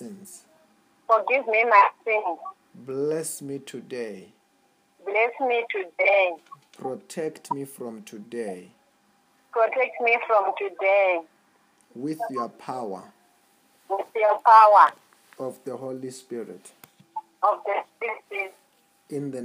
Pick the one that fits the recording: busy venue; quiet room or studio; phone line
phone line